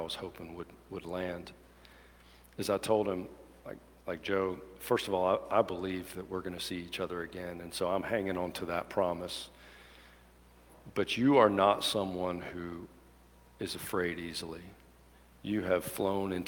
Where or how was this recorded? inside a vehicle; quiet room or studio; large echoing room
large echoing room